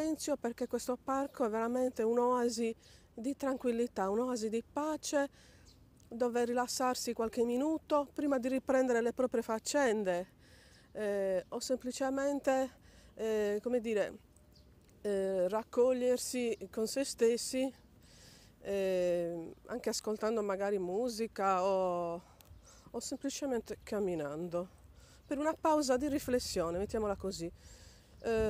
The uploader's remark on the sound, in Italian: Podcast registrato camminando per il Parco Lions di Cagliari, altro "polmone" verde per relax, due passi, sport all'aria aperta.